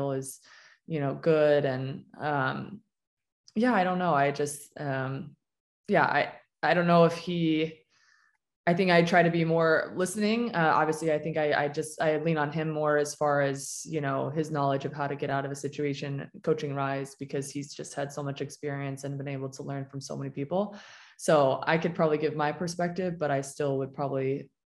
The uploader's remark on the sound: Recorded mid-July, I wanted to virtually sit down